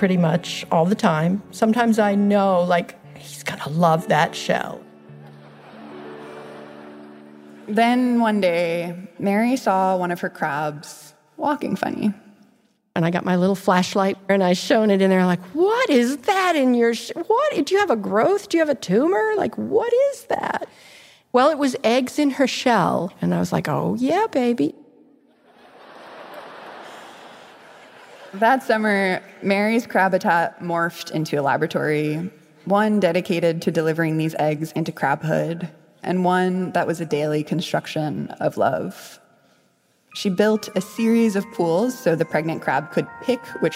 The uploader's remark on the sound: Is a story she told live on stage at Pop-Up Magazine. As a part of their Fall of 2022 tour.